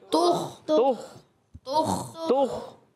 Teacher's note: تا پر پیش آنے کی وجہ سے ہونٹ گول ہوں گے، تا کو خا سے ملائیں گے.